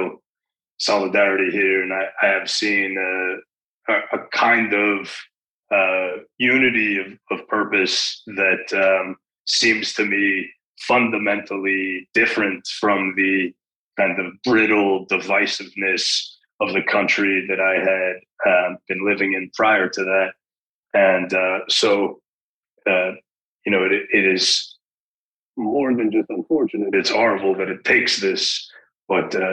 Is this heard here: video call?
yes